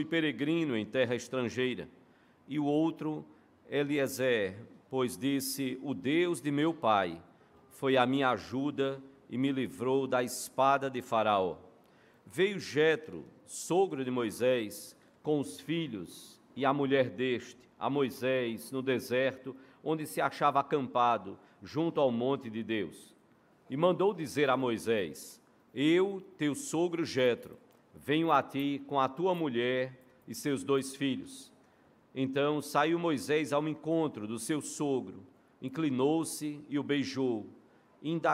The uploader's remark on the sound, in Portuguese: Culto matinal(9h) presencial e transmitido ao vivo no domingo (14/08/2022).